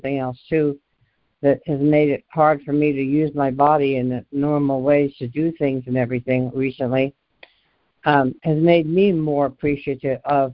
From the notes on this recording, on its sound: ACIM Daily Conference Call